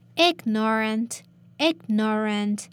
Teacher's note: notice the stress of the word is in the first part. So you have to raise your voice there. So it's ignorant instead of ignorant.